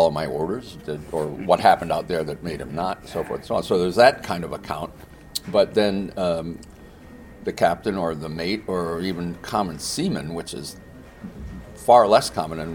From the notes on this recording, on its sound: This is what we met to discuss at The Boston Antiquarian Book Fair.